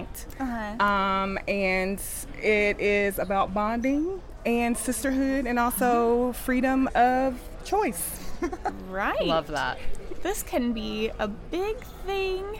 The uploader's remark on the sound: We are live, on-location at the TCL Chinese Theatre for the 19th annual Oscar Qualifying HollyShorts Film Festival.